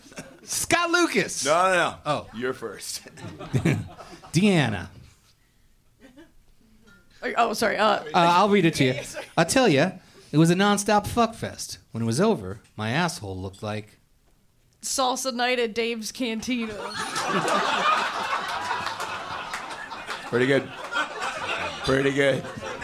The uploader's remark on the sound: The LIFERS Podcast is back on stage! A special LIVE New Year’s hangover party at the Gman Tavern in Chicago.